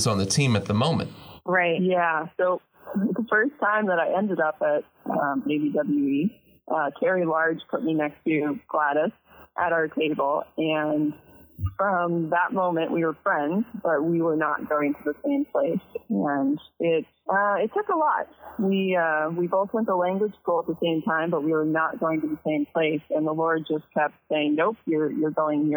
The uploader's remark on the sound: Two anonymous, female ABWE missionaries in North Africa join us over the phone.